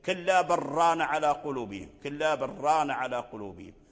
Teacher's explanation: فهذا لا شك في إدغام لام بل في الراء